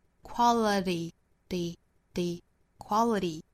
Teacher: 会把后面的这个 t 的音给弹舌弹开